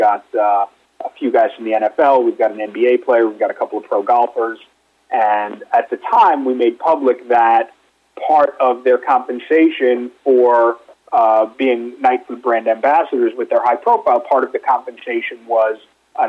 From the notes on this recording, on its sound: called in to SmallCapVoice